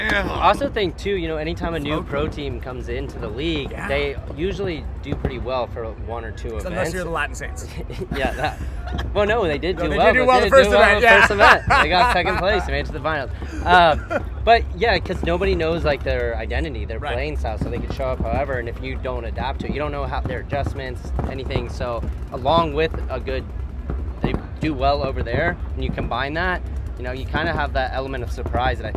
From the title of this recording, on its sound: Live from WORLD CUP